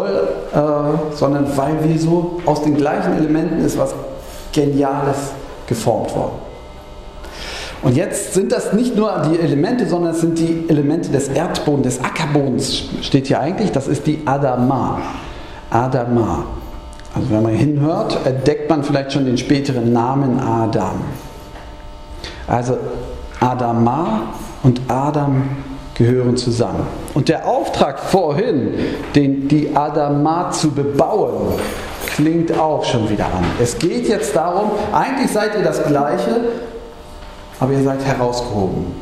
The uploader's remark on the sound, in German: Gottesdienst-Predigt